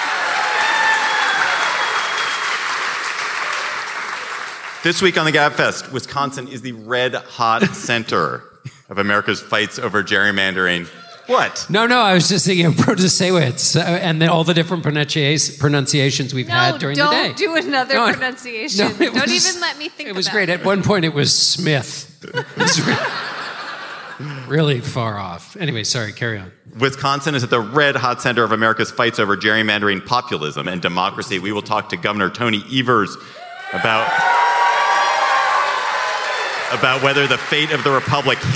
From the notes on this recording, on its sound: Live from Madison! Take the show on the road.